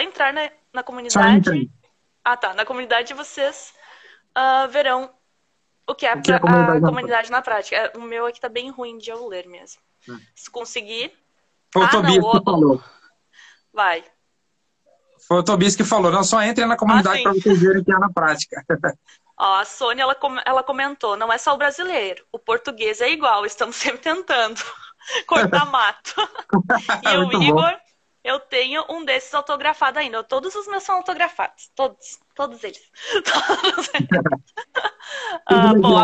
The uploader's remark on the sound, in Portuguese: Infelizmente, o áudio deu ruim! Ele conseguiu um tempinho, e juntos, realizamos uma LIVECAST!